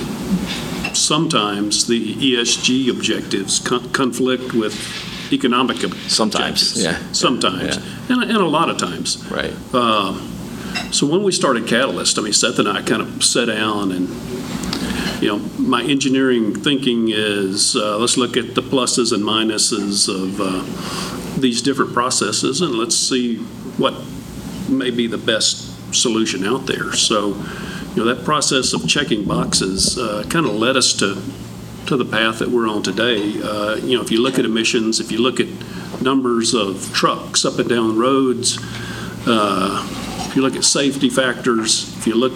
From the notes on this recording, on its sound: On location for the big unveiling. Live at the Midland Petroleum Club.